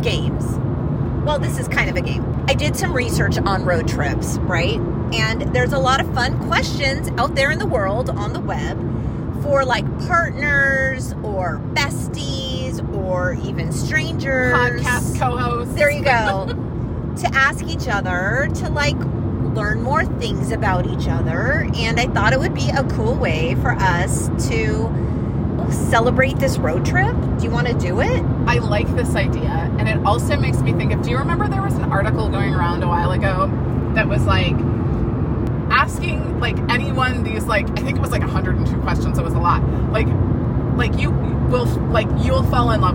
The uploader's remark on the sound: We’re taking you on an epic road trip adventure to the GenX capital of the world — SEATTLE! Forgive the road noise.